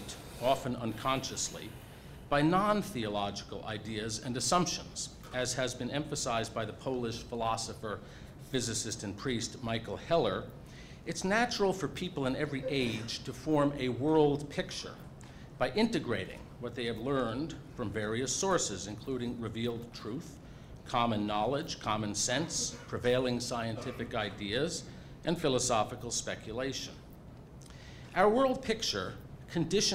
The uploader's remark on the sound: At Franciscan University. Speaks before a full house at the Science and Faith conference.